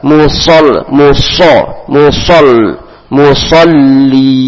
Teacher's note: mu tipis, soh tebal, mu mu dimonjongkan, sonya so tanpa dimonjongkan